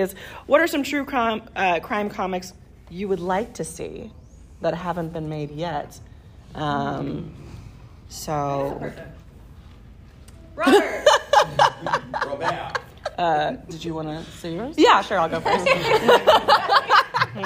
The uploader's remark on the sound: LA Comic-Con Panel 2023